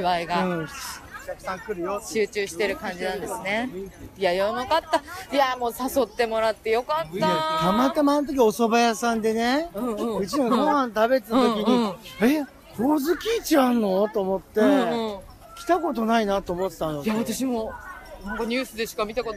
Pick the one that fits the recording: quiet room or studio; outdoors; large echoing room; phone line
outdoors